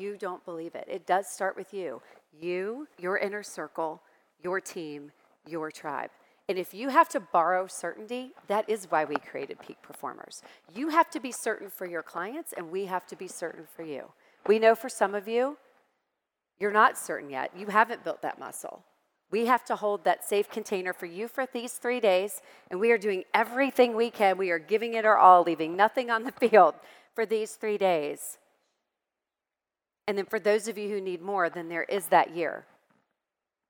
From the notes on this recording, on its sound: My 3-Day event for boutique photographers, Go Boutique Live. Here’s part of her presentation from Go Boutique Live 2021.